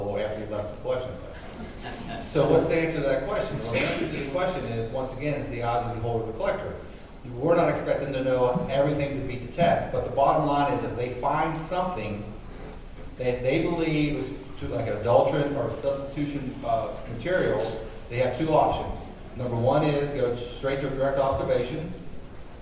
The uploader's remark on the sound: We are still at the 13th annual FTA Drug and Alcohol National Conference.